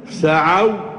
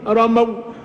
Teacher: نطبق هذا على بعض الكلمات، سعى نريد أن نسنده إلى واو الجماعة لأن فعل معتل للآخر بالألف، نحذف الألف ونأتي بالواو الساكنة ونبقي الفتحة على العين، فنقول سعوا، واو تكون منطوقة، أبقينا على الفتحة على العين ونطقنا الواو ساكنة